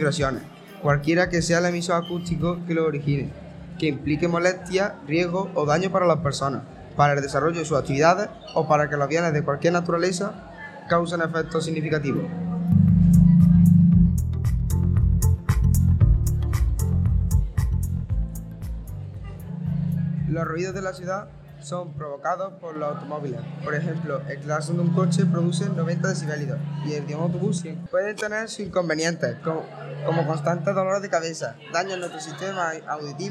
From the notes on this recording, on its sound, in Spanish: El alumnado de 4º ESO ha grabado un podcast en directo en la entrada de nuestro Centro con motivo del Día Mundial de la Radio.